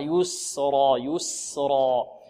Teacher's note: لماذا فخمنا الراء هنا؟ لأنها مفتوحة والسين قبلها مكسورة مرققة